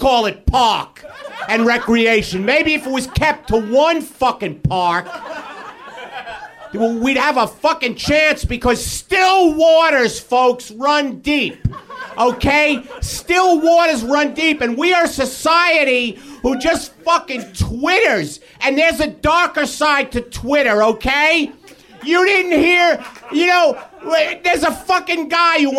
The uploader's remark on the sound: Live at UCB LA. Which is weird because it's not a very big stage. Taped in front of a live audience.